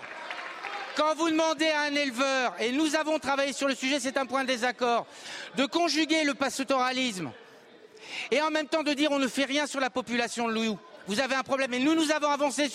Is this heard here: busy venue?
yes